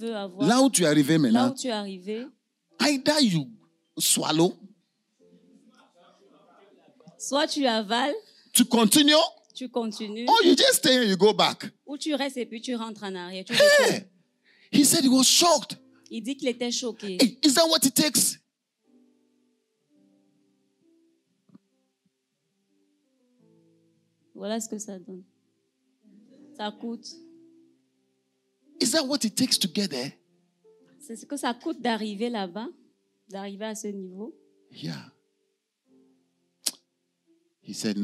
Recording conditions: large echoing room